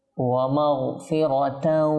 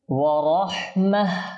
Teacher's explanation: যখনই গোলতা এটার মধ্যে আমরা ওয়াকফ করব তখন সেটা আর গোলতা থাকবে না, বরং হা হয়ে যাবে। · Shown in: second take · আর ওয়াকফ না করে মিলিয়ে পড়লে তখন অবশ্যই আমাদের তা হিসেবে পড়তে হবে।